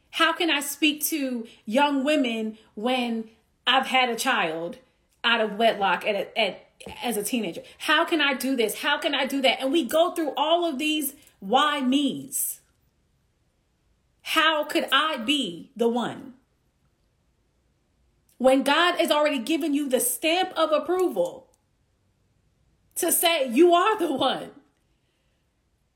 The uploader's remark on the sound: Instagram Live